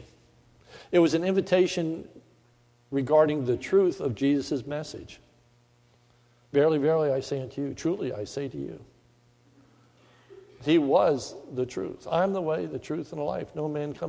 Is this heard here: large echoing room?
yes